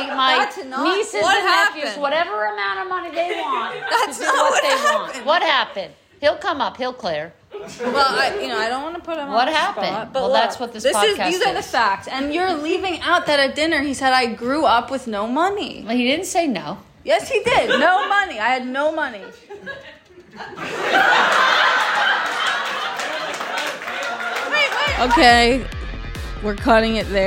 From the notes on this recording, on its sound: Lil taste of a slightly disastrous live show.